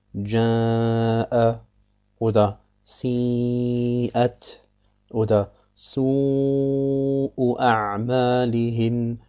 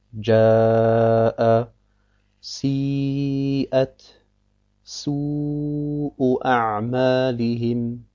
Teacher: diese drei Buchstaben müssen rein sein von dem Nasallaut. Sie dürfen nicht mit ihm vermischt werden. · Shown in: second take · Es heißt also ja'a, si'at, su'u'a'malihim.